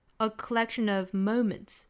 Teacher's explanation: collection 和后面的 of 一定要做连读